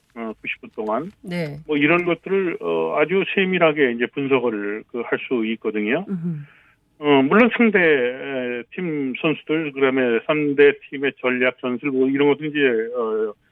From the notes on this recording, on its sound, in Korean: 전화연결